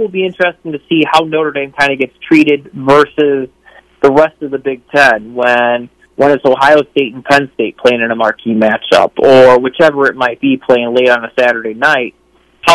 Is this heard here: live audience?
no